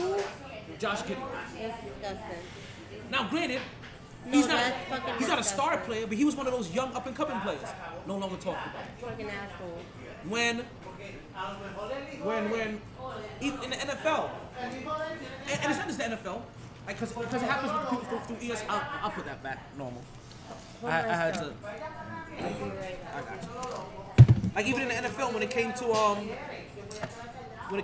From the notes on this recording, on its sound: Monday Night live from Sharkeys